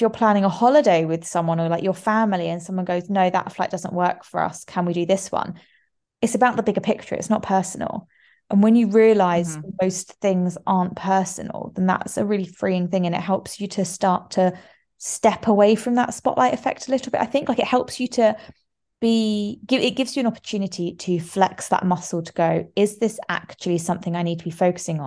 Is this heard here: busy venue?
no